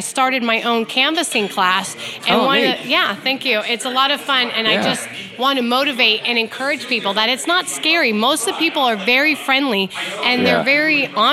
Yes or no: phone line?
no